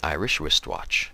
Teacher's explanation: The ch is an affricate sound, combining the unvoiced plosive t with the unvoiced fricative sh